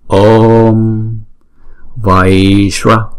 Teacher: Đọc chữ O hai nhịp xong rồi mới đóng chữ O đó lại bằng một anuswara.